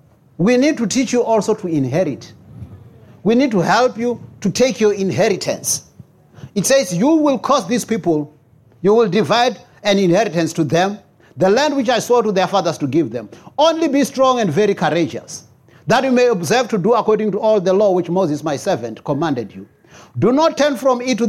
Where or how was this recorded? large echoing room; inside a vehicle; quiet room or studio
large echoing room